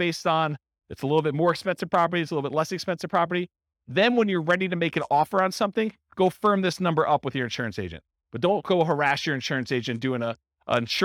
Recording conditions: live audience